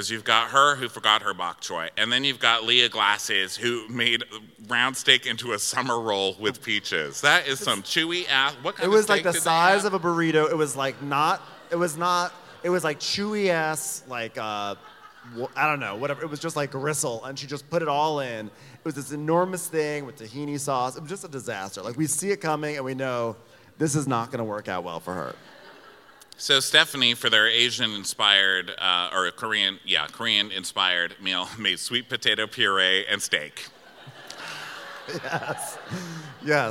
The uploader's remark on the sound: Live from Milwaukee. We were extremely excited to recap it live from the Turner Ballroom in Milwaukee.